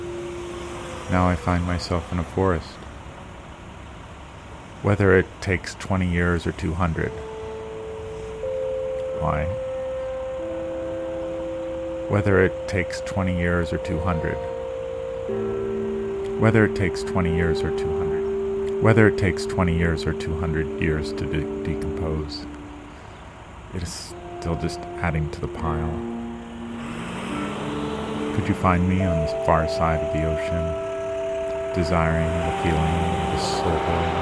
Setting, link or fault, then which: setting, outdoors